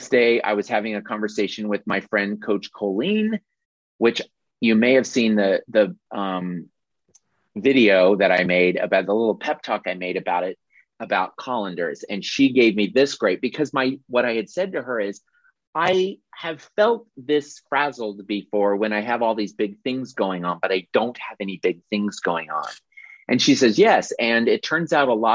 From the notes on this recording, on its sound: audio replay of a monthly Zoomy Zoom